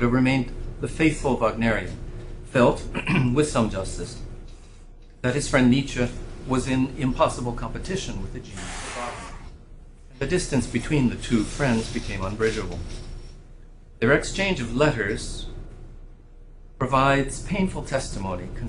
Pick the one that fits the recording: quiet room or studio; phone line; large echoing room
large echoing room